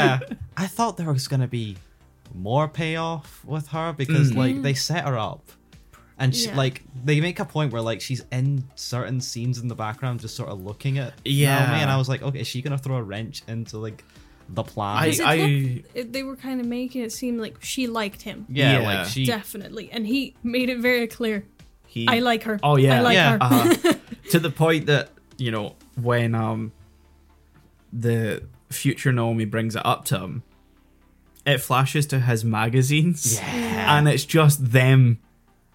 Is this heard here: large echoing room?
no